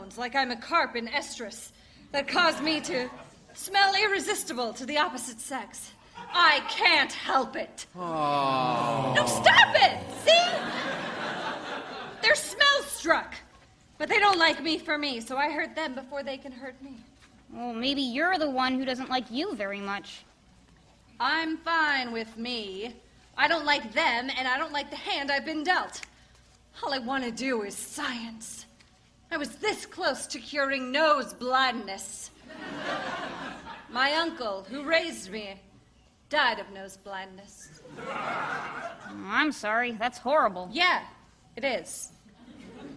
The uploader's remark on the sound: Recorded Live 6/14/2014 at Largo, Los Angeles.